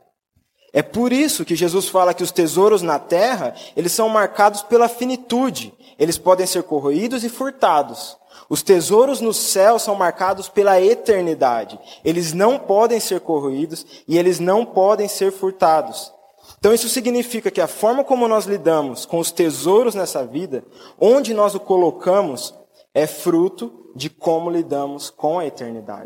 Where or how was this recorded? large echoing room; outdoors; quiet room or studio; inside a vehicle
large echoing room